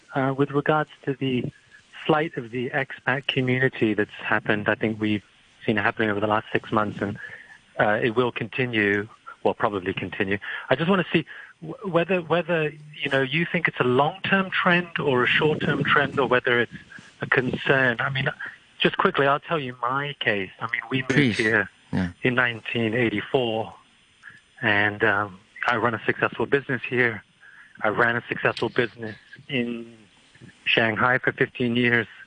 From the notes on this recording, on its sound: The Financial Secretary Phone-in. We'll have a special phone-in, with a chance to speak directly to the FS.